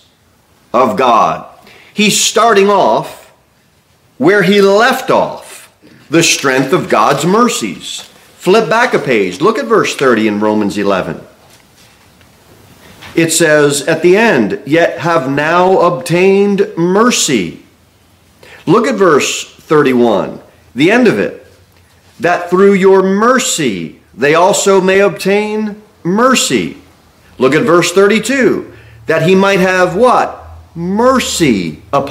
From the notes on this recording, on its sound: Sermon delivered at Pilgrim Baptist Church